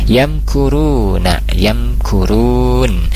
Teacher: mim sukun bertemu kaf dia idhar safawi dibaca jelas mimnya